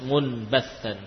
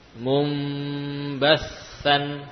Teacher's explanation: Jadi qalb artinya mengganti huruf dengan huruf lain, ya. Yaitu ketika nun bertemu dengan ba, ya, nun bertemu dengan ba, maka nun berubah, diganti menjadi mim · Shown in: second take · sukun. Tapi bukan hanya menggantinya dengan mim, namun diganti dengan mim dan dipanjangkan gunnahnya. · Term: iqlab